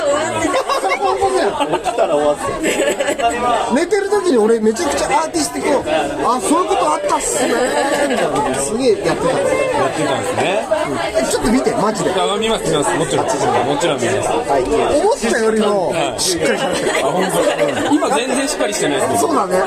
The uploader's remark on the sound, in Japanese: 上川町に新しくオープンしたKINUBARICOFFEEROASTERSのアフターパーティにてパーソナリティ３人が揃ったのでオフライン収録！ガヤガヤと賑やかな会場の様子を合わせてお聞きください。